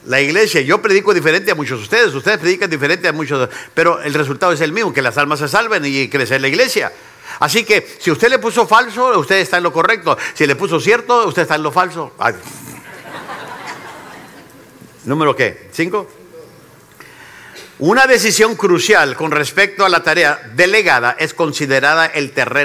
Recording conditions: live audience